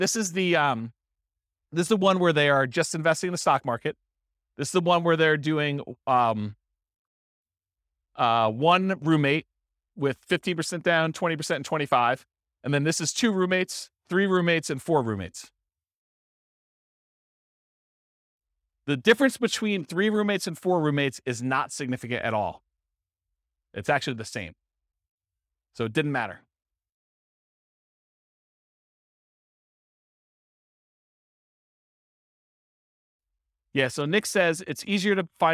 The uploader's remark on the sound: This was a live class recorded.